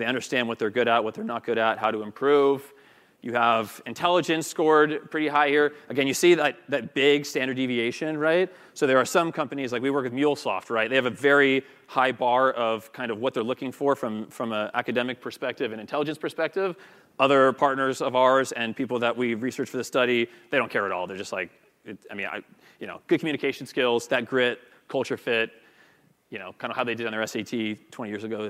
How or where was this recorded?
live audience